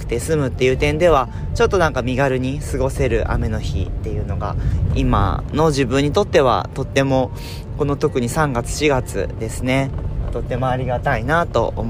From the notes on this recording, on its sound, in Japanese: 車を運転しながらお届けしています途中運転に集中して無言になります